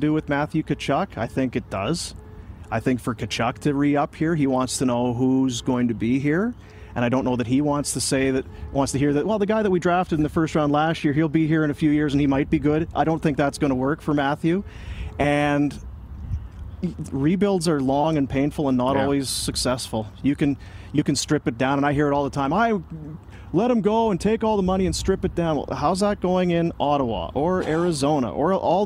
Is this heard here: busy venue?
yes